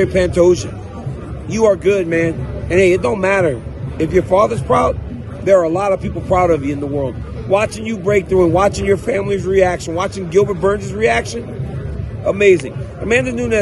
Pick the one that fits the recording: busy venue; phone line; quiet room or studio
busy venue